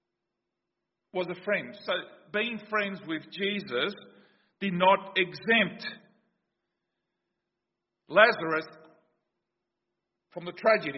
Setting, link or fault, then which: setting, large echoing room